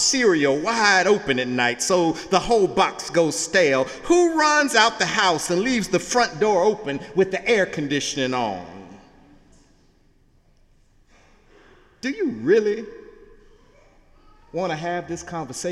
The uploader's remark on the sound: Sunday sermon October 1, 2017 in the Memorial Church of Harvard University.